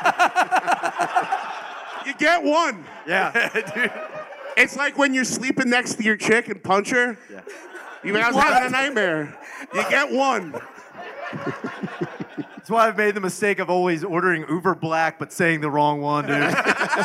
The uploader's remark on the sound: LIVE from Skankfest Vegas 2023